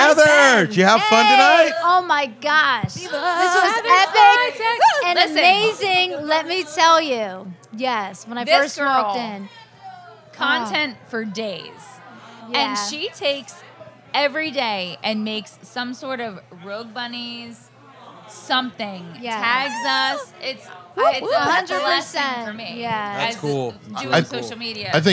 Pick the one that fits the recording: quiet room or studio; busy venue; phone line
busy venue